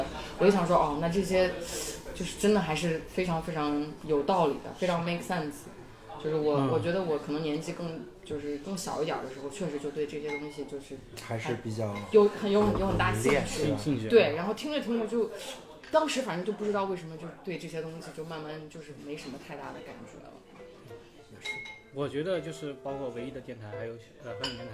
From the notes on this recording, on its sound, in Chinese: 因为对谈场所是在公共空间，所以杂音较多